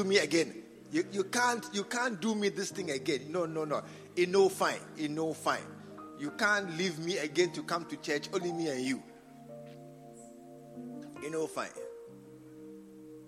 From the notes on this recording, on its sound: Preached at the True Vine Cathedral, Bantama.